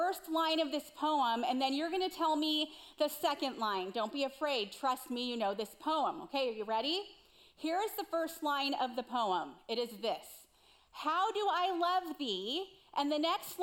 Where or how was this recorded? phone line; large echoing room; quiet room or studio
large echoing room